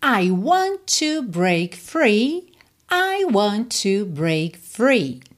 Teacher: você já percebeu que want e to você junta num T só, want to, tá?